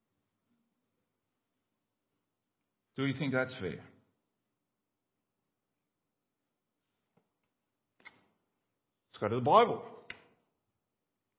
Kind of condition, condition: setting, large echoing room